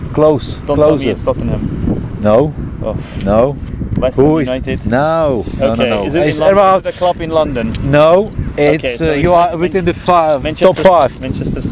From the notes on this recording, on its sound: Brighton (England) and the episode was actually recorded on the beach.